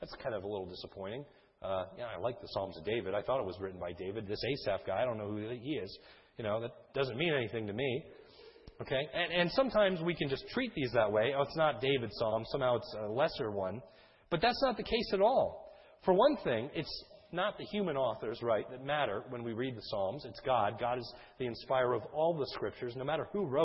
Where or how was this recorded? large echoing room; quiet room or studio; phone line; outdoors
large echoing room